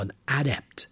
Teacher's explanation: for the noun, the stress is on the first syllable